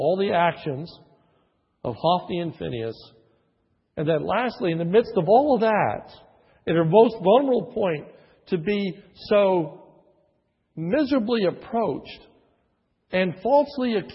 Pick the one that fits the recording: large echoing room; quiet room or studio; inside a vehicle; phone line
large echoing room